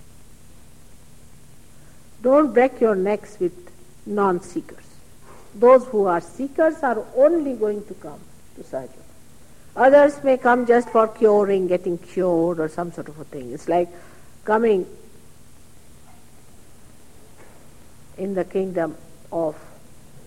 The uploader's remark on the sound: Archive audio. At a Sahaja Yoga public program in Caxton Hall, London, England.